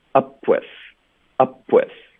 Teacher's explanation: 我们发 up 结尾要省略这个 p 的音，因为接下来是个辅音 w 的音。up 我们嘴唇合上，导致一个停顿。up，从这儿呢，我们就连发到 with。那你的嘴唇合上，连发到 with 的时候呢，很有可能就会爆破。在这个情况下呢，我们爆破的时候不是刻意的想要爆一个 p 的音，它是一个自然的一个反应。所以如果你不刻意的送气呢，你就会发的比较弱一点，比较软一点。大家听一下这个音质效果最终是一个什么样 ?upwith。哎，这个音是一个 p 的音吗？它听起来像 p 还是 b 呢？是不是有点像 b